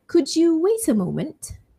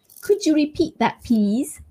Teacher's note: When I said, could you, what I did was to assimilate the sounds D and Y sound. So could you instead of could you.